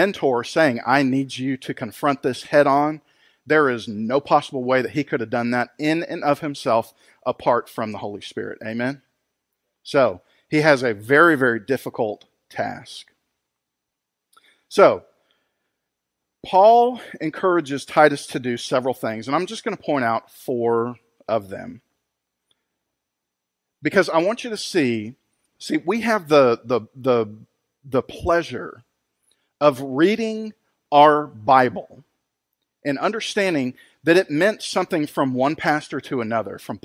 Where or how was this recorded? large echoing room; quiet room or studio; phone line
large echoing room